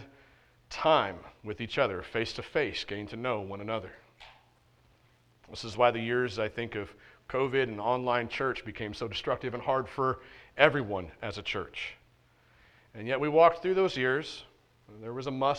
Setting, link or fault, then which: setting, large echoing room